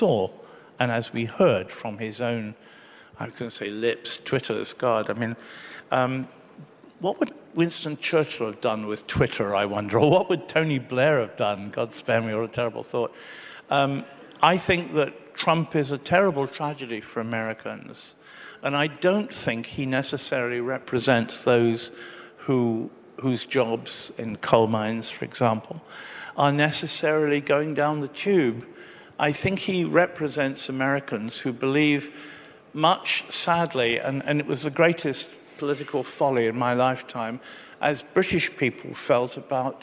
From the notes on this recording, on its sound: Recorded live at the Melbourne Writers Festival.